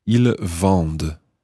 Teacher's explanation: And the il, elle plural form, ils vendent, V-E-N-D-E-N-T. And remember that E-N-T at the end is silent